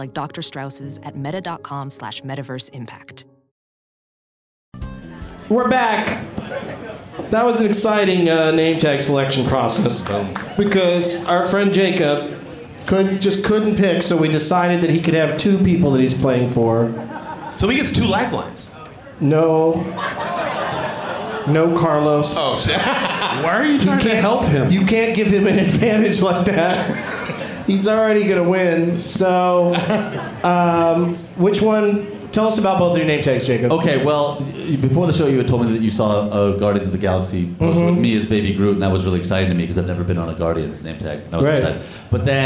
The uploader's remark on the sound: Live from Cobb's Comedy Club in San Francisco